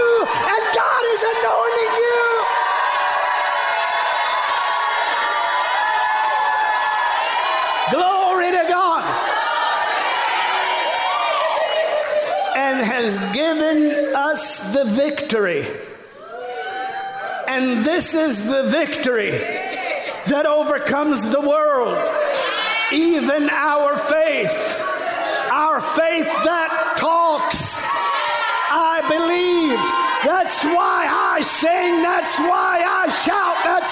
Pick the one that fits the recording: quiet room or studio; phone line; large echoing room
large echoing room